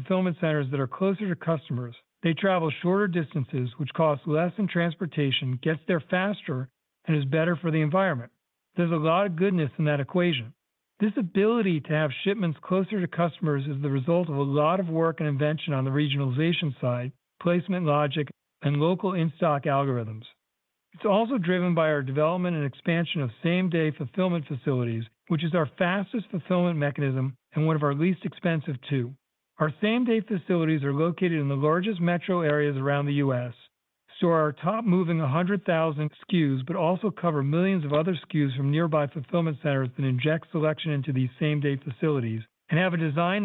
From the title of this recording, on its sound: Earnings Conference Call